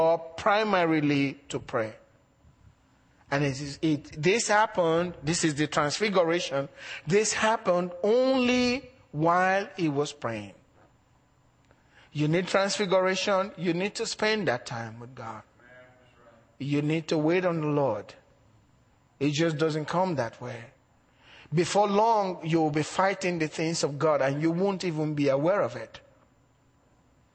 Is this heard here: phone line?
no